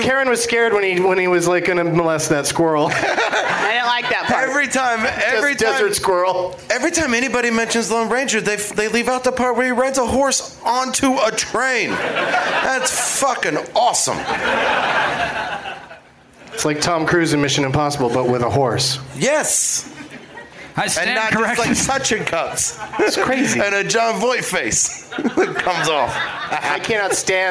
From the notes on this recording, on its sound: Live from The Firebird in St. Louis, MO.